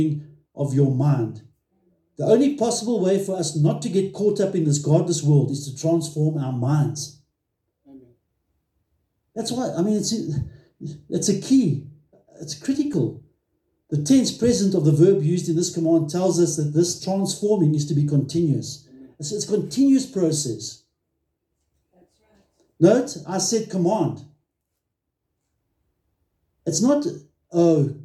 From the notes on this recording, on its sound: At Love Beyond in Harveston.